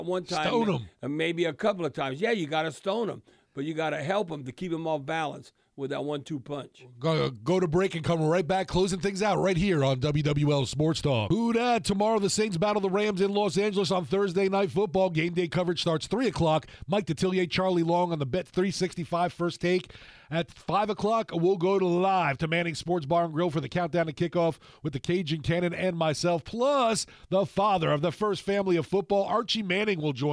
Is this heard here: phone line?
yes